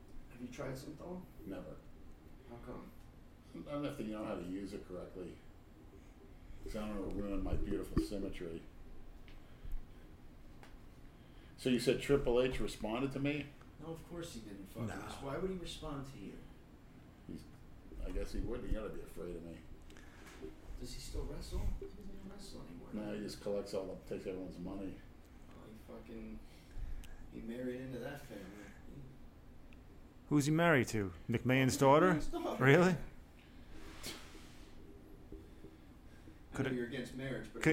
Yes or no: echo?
yes